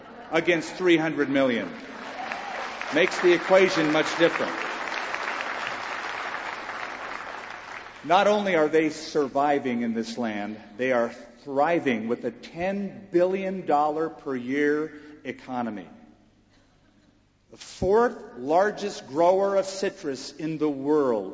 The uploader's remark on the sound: This message is a video of the teaching. Taught in Israel at the Epicenter Prophecy Conference on April 10, 2008.